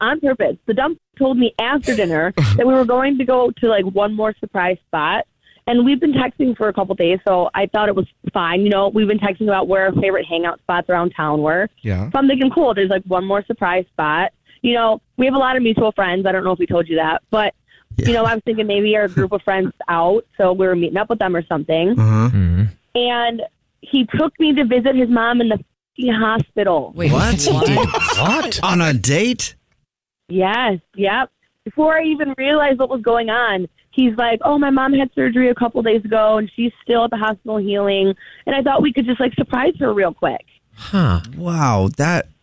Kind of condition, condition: link, phone line